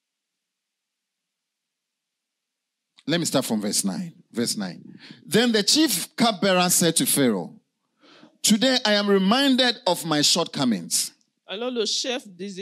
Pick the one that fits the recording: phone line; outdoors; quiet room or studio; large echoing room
large echoing room